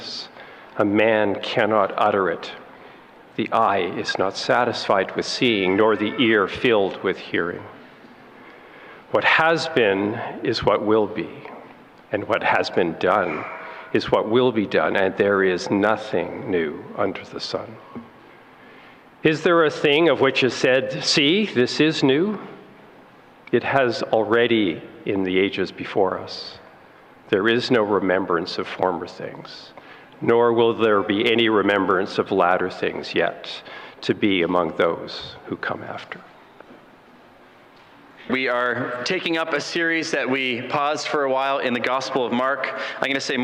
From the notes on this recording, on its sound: A sermon preached on April 30, 2023